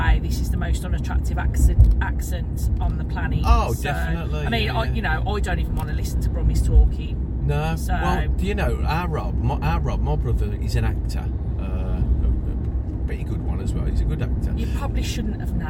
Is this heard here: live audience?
no